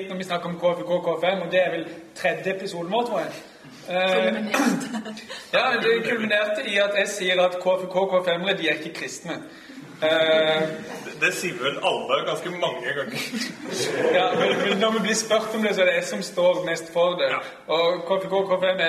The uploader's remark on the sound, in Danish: LIVE fra Oslo-forbundet. Publikum og god stemning.